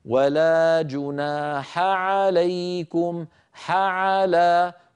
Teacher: جناح عليكم حعلى هنا التقى في النطق حاء بعدها عين و العين والحاء كلاهما من حروف الحلق فعلينا أن نخلص أحدهما من الآخر هكذا ولا جناح عليكم حعلى ولا نخلط صوت أحدهما بالآخر عندنا